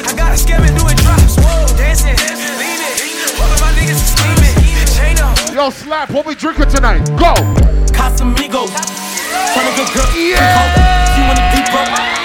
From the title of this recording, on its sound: BALLER MONDAYS TORONTO -LIVE AUDIO